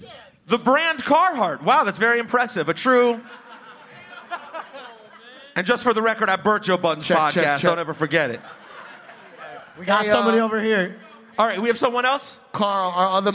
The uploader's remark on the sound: Live from Highline Ballroom. Returned to New York City and did a live show.